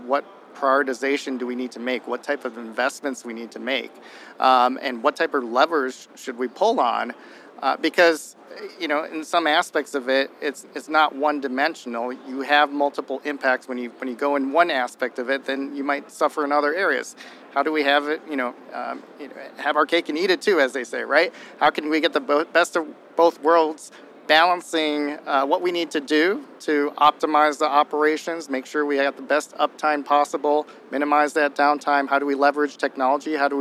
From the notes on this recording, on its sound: In this episode live from CES 2024